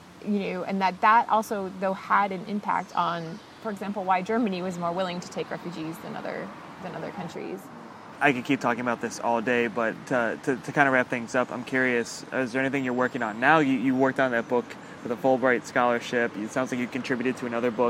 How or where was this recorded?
outdoors